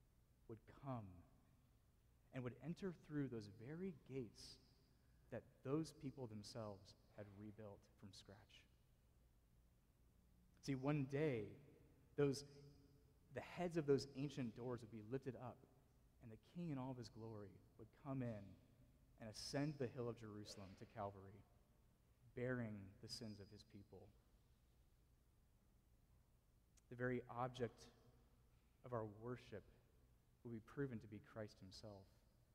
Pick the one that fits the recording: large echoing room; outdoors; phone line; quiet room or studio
large echoing room